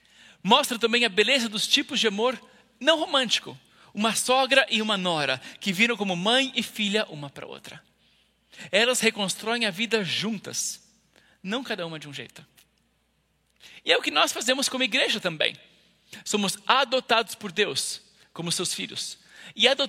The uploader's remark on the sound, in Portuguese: IBMorumbi Culto Ao Vivo.